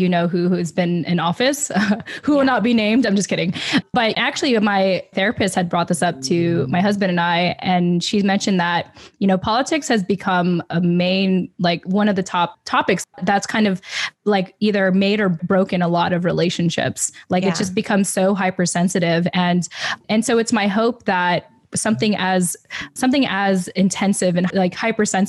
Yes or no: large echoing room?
no